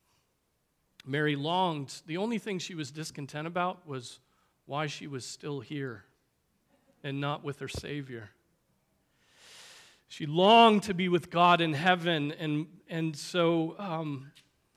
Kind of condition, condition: setting, large echoing room